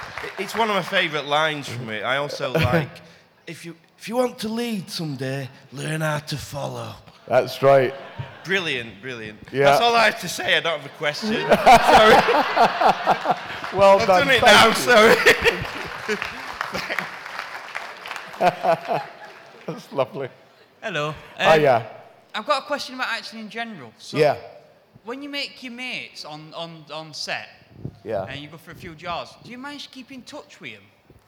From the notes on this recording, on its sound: recorded at this year's Sci Fi Weekender 6